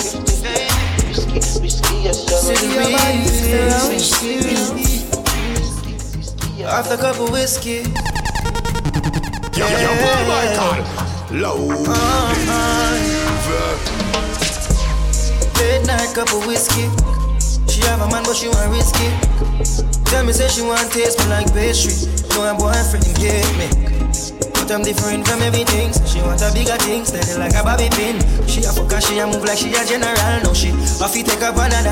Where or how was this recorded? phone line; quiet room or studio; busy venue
busy venue